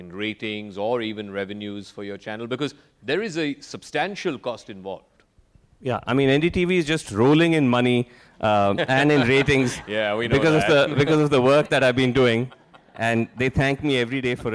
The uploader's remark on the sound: At the second edition of Media Rumble